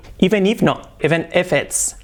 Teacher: La I como una E que decimos siempre